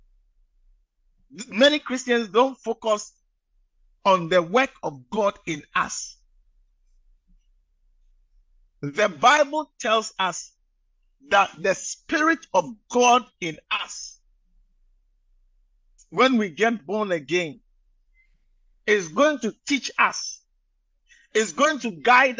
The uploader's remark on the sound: message preached at the Living Waters Cathedral